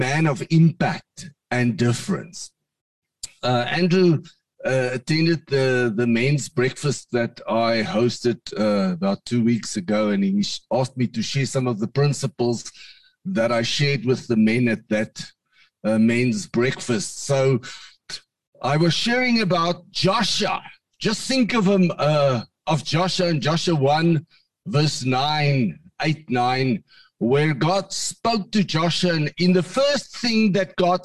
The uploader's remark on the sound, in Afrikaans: Manne van die Woord Zoom Byeenkoms 21 Junie 2022